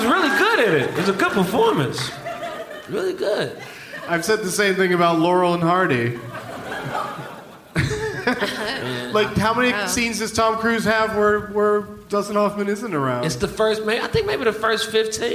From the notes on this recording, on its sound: Live from the Gramercy Theatre in NYC.